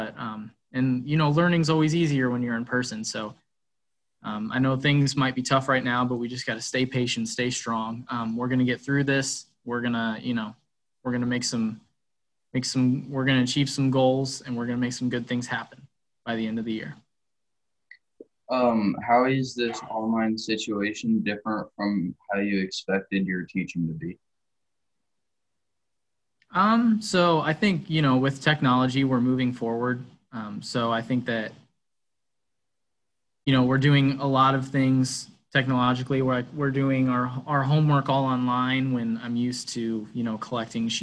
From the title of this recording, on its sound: zoom interview